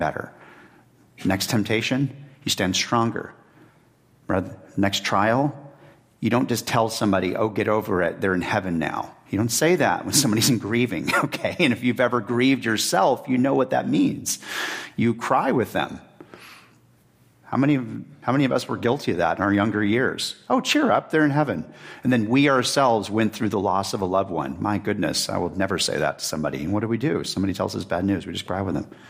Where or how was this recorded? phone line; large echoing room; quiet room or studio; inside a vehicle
large echoing room